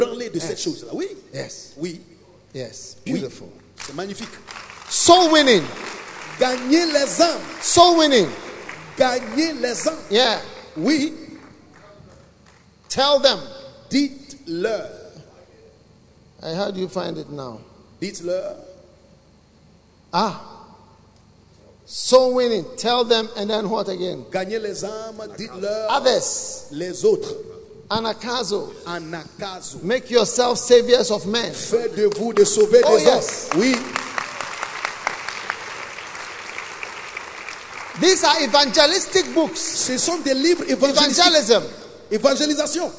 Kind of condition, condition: setting, large echoing room